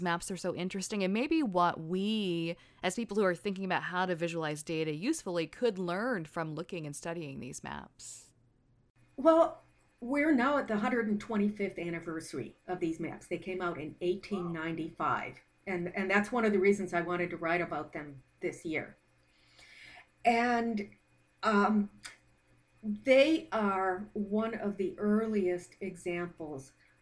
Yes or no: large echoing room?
no